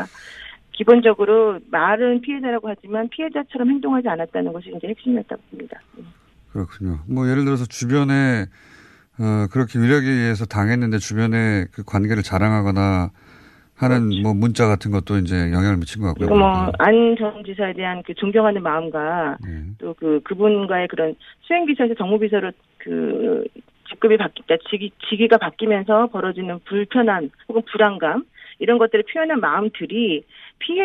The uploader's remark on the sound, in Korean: 전화연결